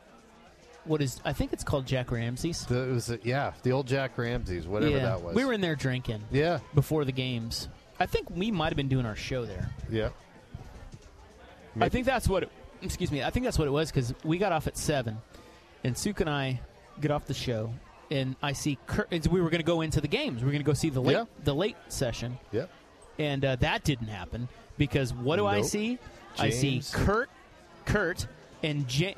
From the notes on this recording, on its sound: live from The Oregon International Auto Show!